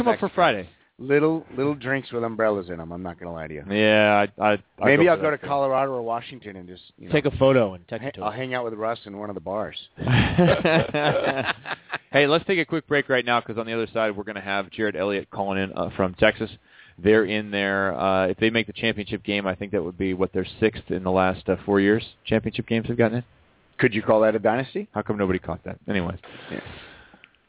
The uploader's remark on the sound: called into the show